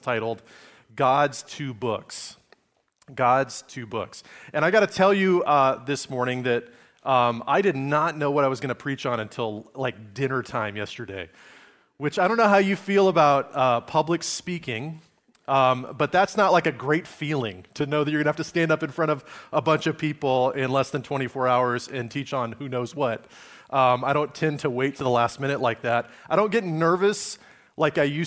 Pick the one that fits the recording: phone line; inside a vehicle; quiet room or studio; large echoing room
large echoing room